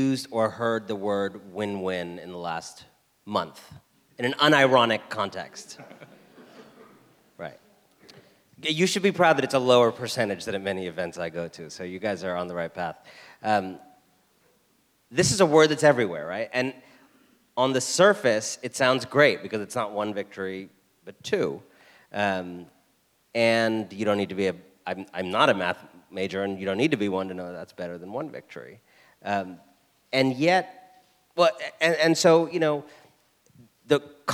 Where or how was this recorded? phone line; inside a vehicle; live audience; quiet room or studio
live audience